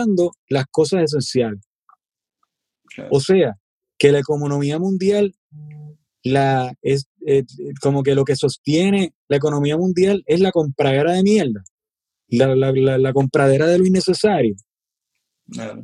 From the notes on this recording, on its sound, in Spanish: nos conectamos vía zoom